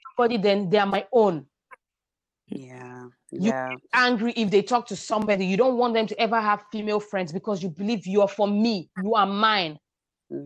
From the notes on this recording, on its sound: apologise in advance for the sound due to connection issues